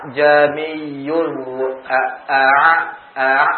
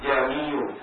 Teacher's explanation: Makanya ditafsil, diringankan, dibaca hamzah yang kedua ini dengan suara yang lebih ringan dan samar. A'jamiyun a'a tidak nampak hamzah.